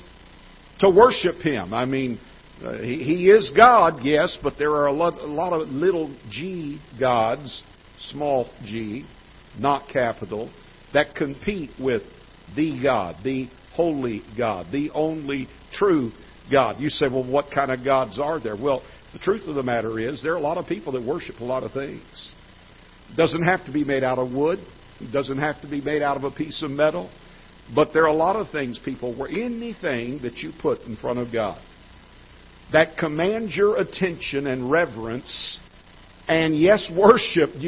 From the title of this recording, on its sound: Ketha Heights Baptist Church ~ Live Broadcast